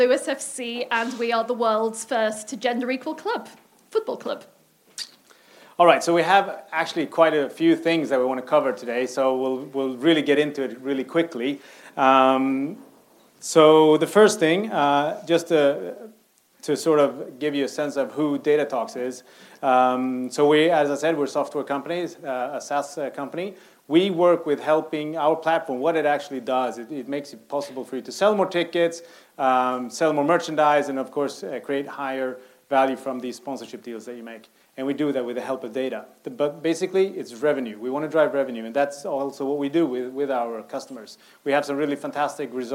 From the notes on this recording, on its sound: Present an exciting technology and data showcase at Sports Pro Live at Kia Oval in London.